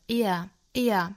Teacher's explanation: 英音呢这个词是双元音，要读成 ear, ear,注意不要卷舌